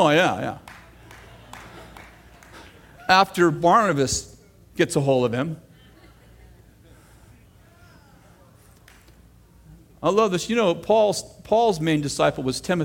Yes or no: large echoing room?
yes